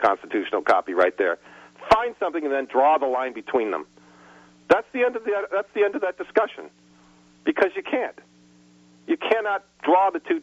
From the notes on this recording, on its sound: In this open phones hour I take calls from the audience